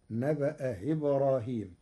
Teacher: قرأ ورش كلمتي نبأ إبراهيم بتسهيل الهمزة الثانية بين بين فتصير نبأ إبراهيم.